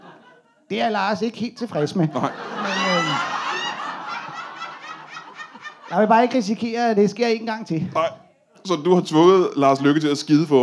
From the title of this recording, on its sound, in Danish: LIVE fra Præstø